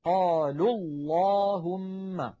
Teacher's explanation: الواو الساكنة قد سقطت للتخلص من التقاء الساكنين، فعمليا الحرف الذي قبل كلمة اللهم هو ضمة اللام من